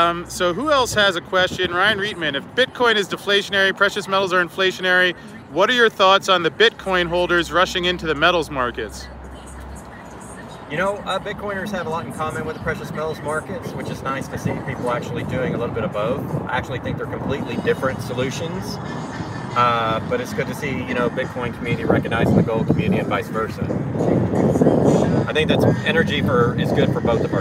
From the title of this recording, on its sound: Live from the Vegas strip